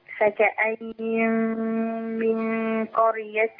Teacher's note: أنا عندي هنا غنتين ورا بعض في أربع حركات